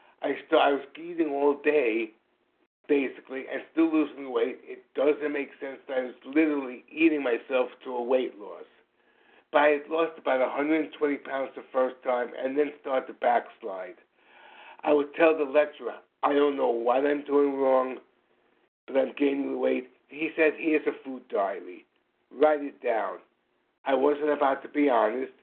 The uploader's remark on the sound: from the 100 Pounders Phone Meeting, 5/6/23